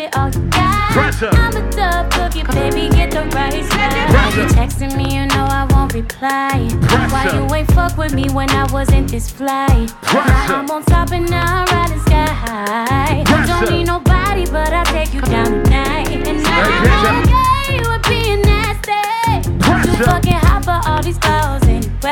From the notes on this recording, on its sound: AFRO BEATS AND VIBES LIVE AT THE CAMP IN HUNTSVILLE AL LAST HR MIX SESSION.